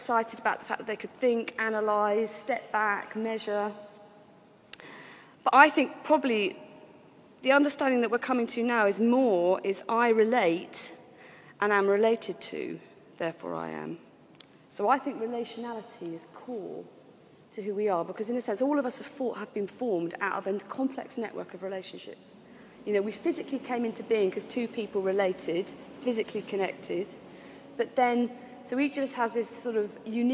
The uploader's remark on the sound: This was recorded in the Moot Community's 'Giving Up for Lent' course at the Guild Church of St Mary Aldermary in the City of London on Wednesday 17th March 2011.